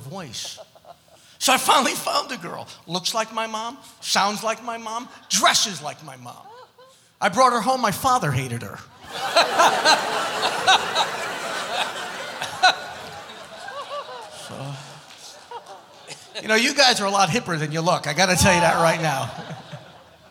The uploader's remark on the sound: Live at the South Point Casino